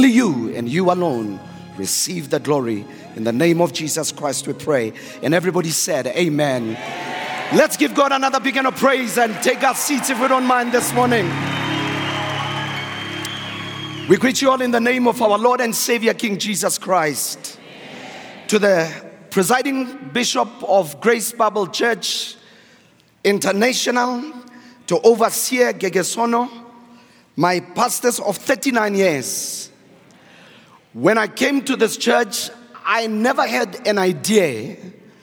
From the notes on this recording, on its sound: preached at our Annual Home Coming Conference, Word Explosion 2023, hosted at Grace Bible Church Pimville